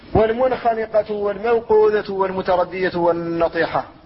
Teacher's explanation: المنخنقة هذه نون ساكنة قبل الخاء وهي من أحرف الحلق فتظهر ينطق بها، وهذا الإظهار لا يقصد به القلقلة.